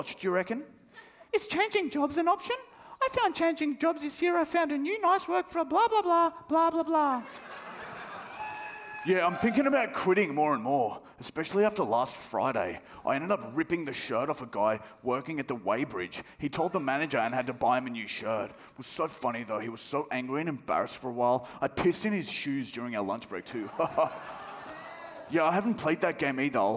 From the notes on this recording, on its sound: The live show finale!